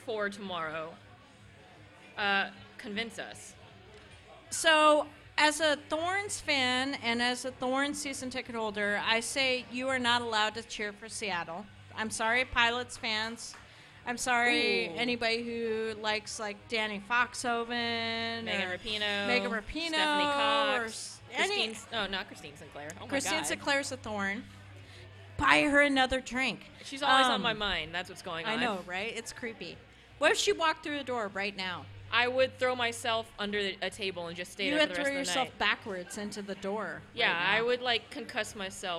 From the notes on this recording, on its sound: A special episode recorded the night before the NWSL championship, live at Kells!